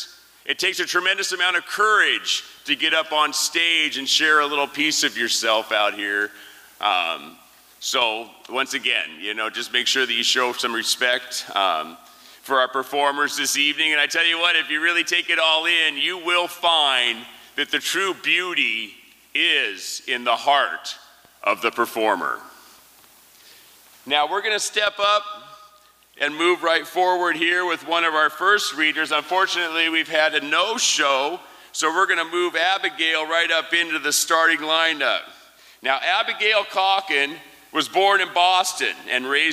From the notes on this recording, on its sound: 2023 FPG-Liberty Theatre-Saturday Night-First Set. These performances were recorded at the Liberty Theatre on Saturday, February 25th, 2023.